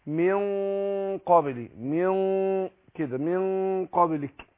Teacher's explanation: بخفي النون عند القاف والغنة تابعه لما بعدها · Term: بفخم الغنة